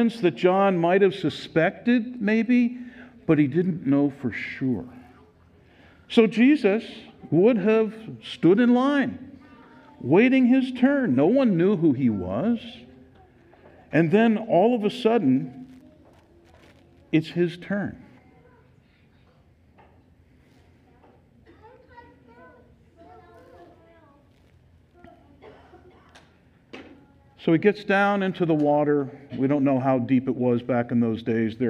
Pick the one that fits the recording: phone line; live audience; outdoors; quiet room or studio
live audience